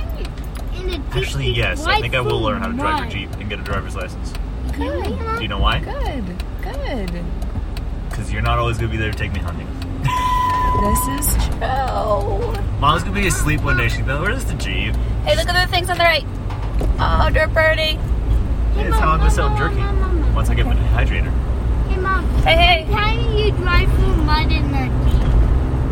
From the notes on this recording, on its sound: Car Ride. Not know we were recording!!